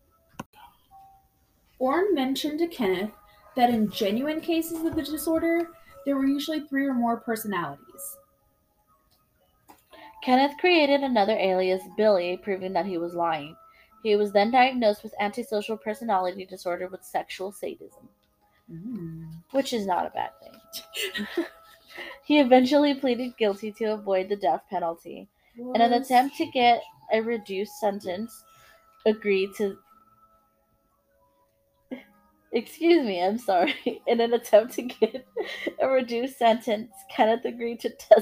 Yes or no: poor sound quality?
yes